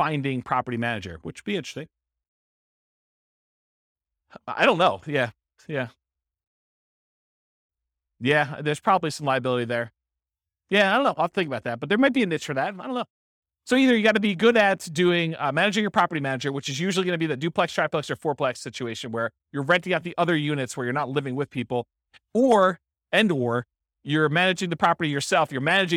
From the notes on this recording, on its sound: This was a live class recorded